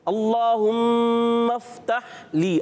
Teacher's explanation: اب یہاں میم مشدد بھی ہے، کوشش کریں تھوڑا غنہ ہو جائے، ٹھیک ہے، غنہ ادا کر کے پڑھیں گے تو اور خوبصورتی بڑھ جائے گی۔